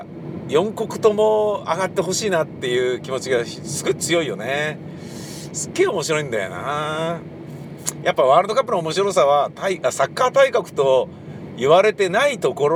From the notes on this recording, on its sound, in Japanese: またまた車の中で録音して見ました